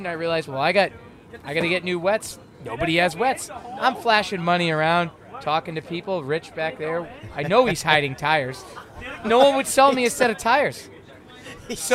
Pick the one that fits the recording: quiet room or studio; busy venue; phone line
busy venue